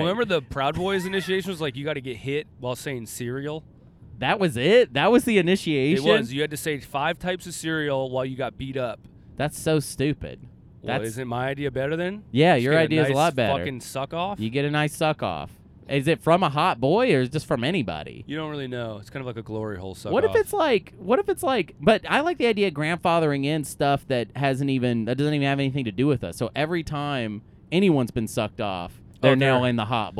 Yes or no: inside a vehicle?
yes